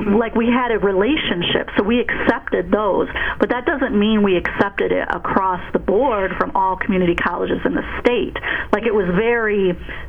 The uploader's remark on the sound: IAI Business Major Conference call. Conference call discussion.